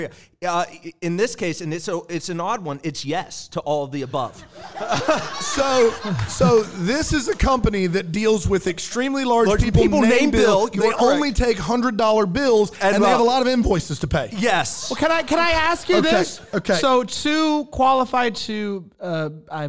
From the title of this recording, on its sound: LIVE from Greenville, SC